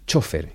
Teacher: en España se dice así, llana, aunque según la pronunciación original sería aguda